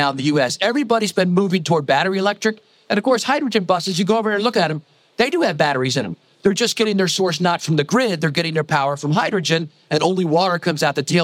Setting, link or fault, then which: setting, busy venue